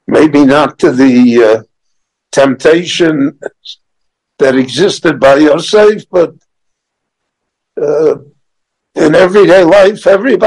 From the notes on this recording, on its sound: The following lecture was gicne LivE at Beit Knesset HaNassi in Jerusalem between Mincha and Maariv prayers.